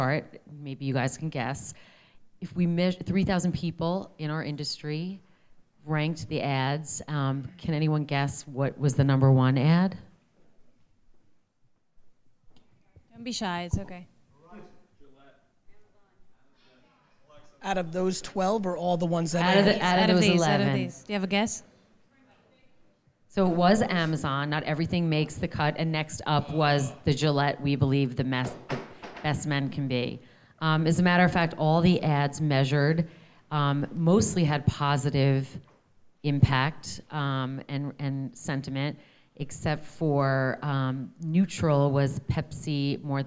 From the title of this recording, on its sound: Speaking On A Panel At Knotch